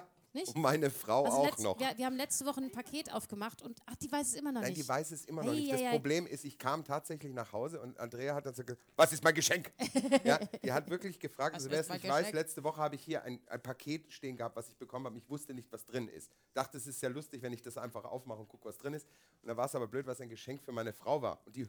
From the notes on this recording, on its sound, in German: auch diesmal wieder vor Live-Publikum!